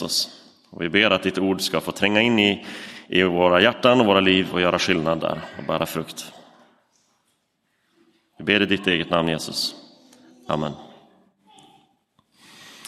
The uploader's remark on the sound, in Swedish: Inspelad i Roseniuskyrkan den 12 november 2023.